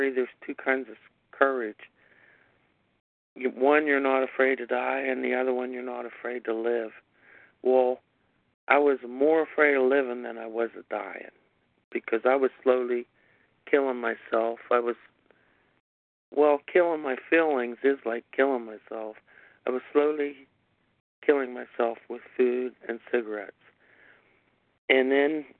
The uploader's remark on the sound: 100 Pounders Phone Meeting.